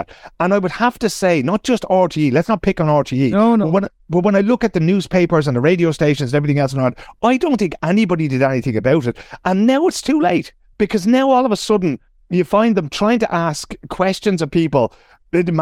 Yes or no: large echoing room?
no